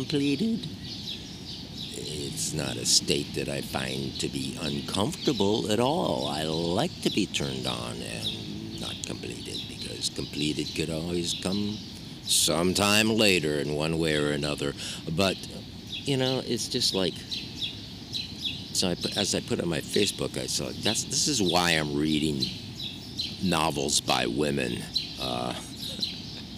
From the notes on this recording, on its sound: All recorded on the sidewalks and parks of exterior NYC. He has tried to make the podcast louder technically.